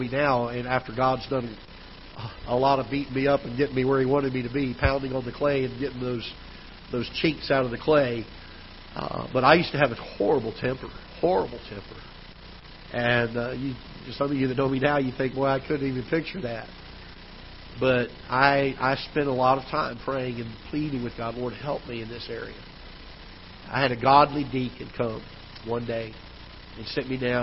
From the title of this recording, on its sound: Ketha Heights Baptist Church ~ Live Broadcast